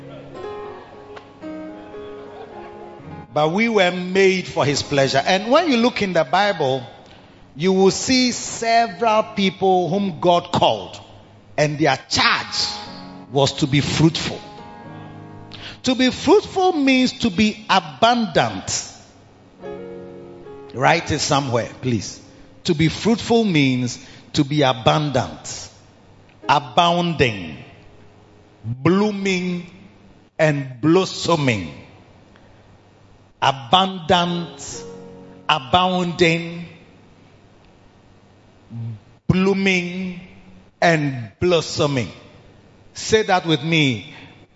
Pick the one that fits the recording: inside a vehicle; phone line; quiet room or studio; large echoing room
large echoing room